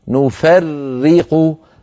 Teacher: هذه الراء المشددة لابد من نطق راءين أولاهما ساكنة والثانية مكسورة